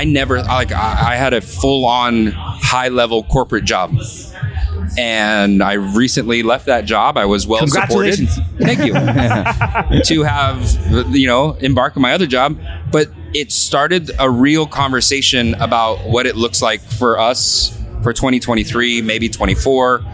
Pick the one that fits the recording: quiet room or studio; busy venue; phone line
busy venue